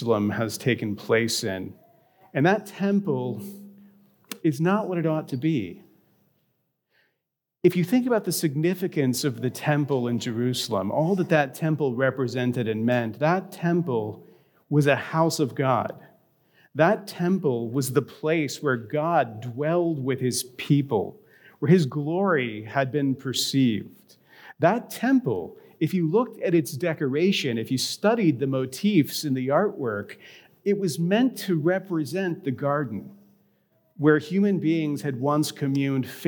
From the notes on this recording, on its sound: A recording of his reflection from this week’s Ash Wednesday service at Grace.